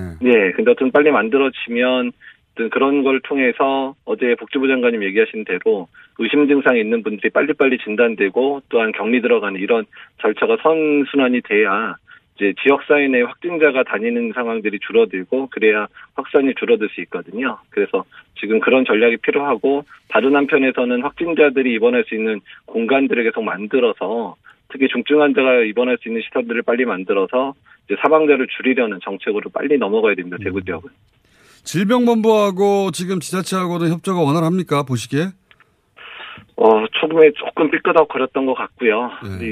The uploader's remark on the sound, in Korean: 전화연결